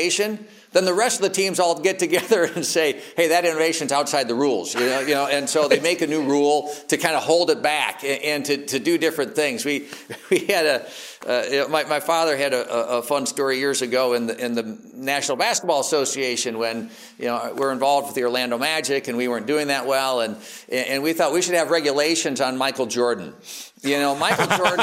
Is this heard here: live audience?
yes